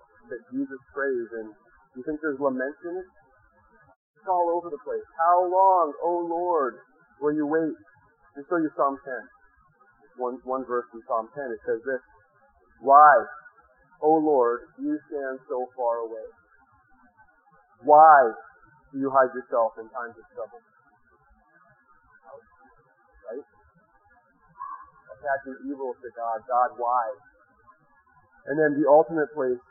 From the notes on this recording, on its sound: In this sermon audio, which was rescued from a very bad recording.